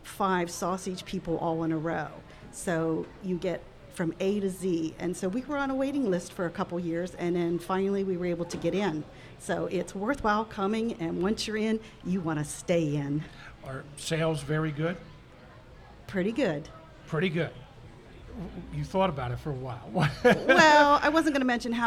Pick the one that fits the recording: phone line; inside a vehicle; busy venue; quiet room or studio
busy venue